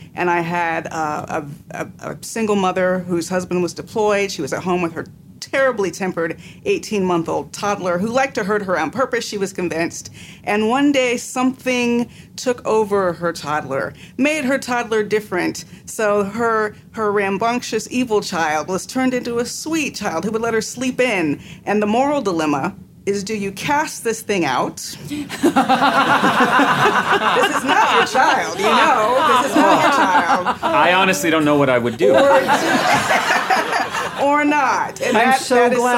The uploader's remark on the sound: This episode was recorded aboard Oasis of the Seas